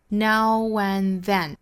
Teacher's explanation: now 跟后面 and 的元音连接呢，我们要借一个小小的 w 的音来帮助